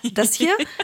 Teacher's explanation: Also das sind gar nicht die Stimmbänder selbst, sondern außerhalb irgendwie. Und es ist dieser seltsame Raspiness, dieses Krächzen, das man praktisch erzeugt. · Term: Vocal Fry